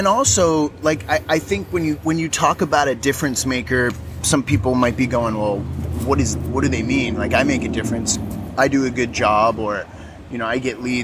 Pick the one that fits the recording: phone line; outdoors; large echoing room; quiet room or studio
outdoors